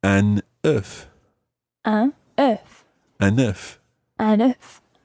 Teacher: if you are looking for an egg, it's an œuf, and you pronounce the F at the end